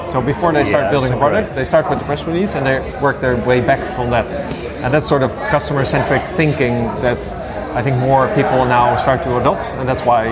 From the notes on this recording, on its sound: Live from TNW 2017